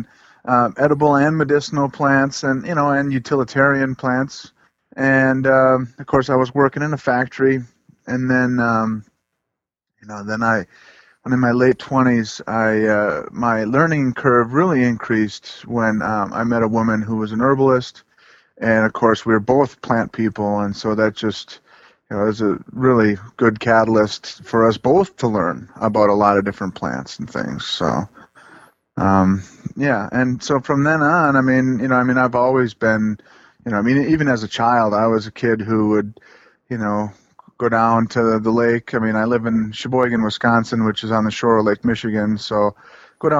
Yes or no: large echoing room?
no